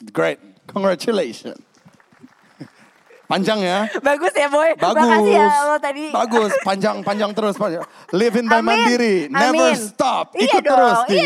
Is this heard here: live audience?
yes